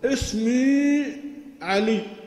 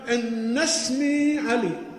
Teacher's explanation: أنها تنطق في أول الكلام وتحذف لفظا في أثناء الكلام ولو سبقت بحرف واحد. تبدأ بها تنطقها، اسمي علي، جاء في أثناء الكلام أن اسمي علي، لا تنطق. · Term: همزة الوصل